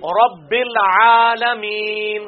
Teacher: میم یا زیر می جو ہے وہ یا مدہ ہے، یہ بھی ایک الف کے برابر کی جائے گی